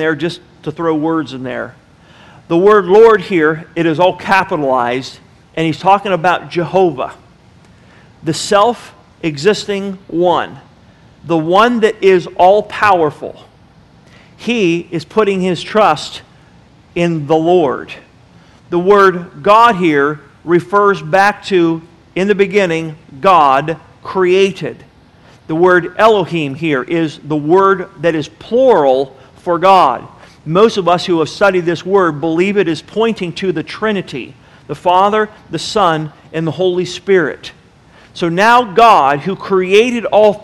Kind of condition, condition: setting, large echoing room